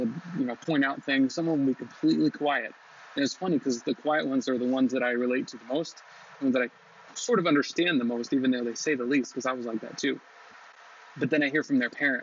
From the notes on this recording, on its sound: Even with audio quality that isn't the best